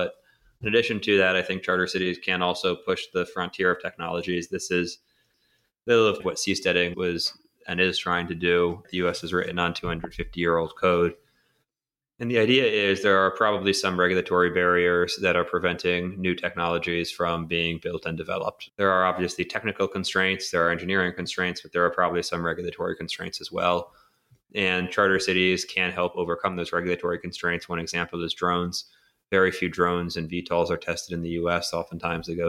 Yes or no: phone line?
no